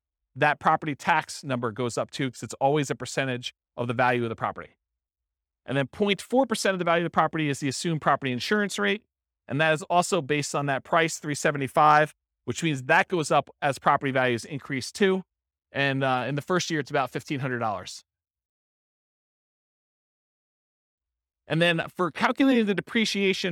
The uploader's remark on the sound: This was a live class recorded